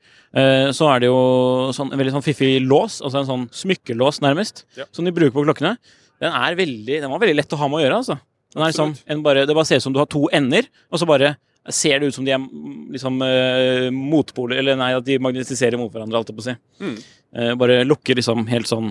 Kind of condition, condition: setting, busy venue